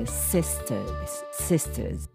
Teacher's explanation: 口角を引いて歯と歯を合わせて息を漏らす「スイ」の音ですね